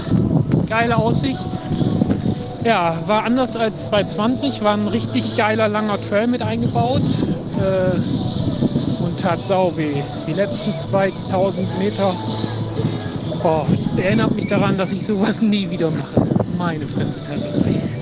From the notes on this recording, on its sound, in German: Die dritte Etappe des 4-Stage Mountainbike Race Lanzarote, im Club la Santa ist Geschichte. Berichten auch heute wieder live von der Etappe.